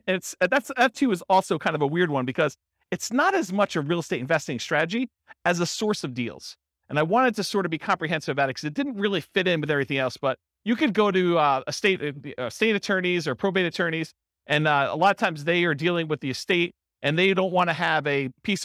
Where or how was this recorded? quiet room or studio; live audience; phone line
live audience